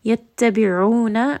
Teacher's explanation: ayn is going to be from the middle of the throat, and this is going to be a two-count mud in runa.